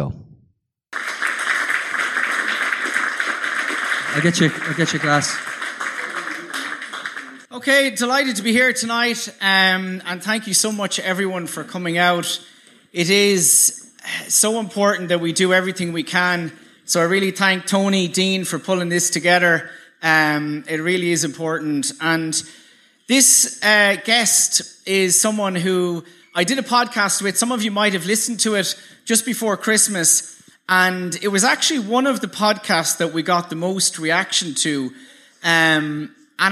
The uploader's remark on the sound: Another highlight from the Podcasts for Palestine was the live Reboot Republic conversation